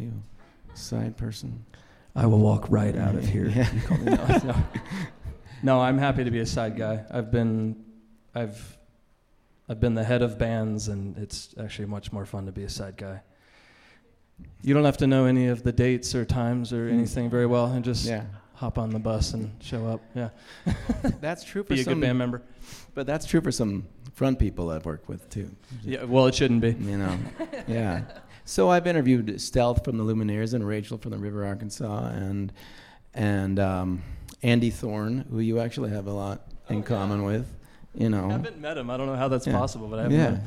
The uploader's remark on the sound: This episode was recorded before a live audience at the Boulder Roots Music Project.